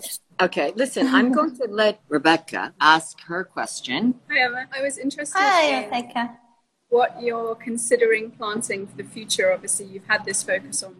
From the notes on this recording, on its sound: recorded on instalive during the pandemic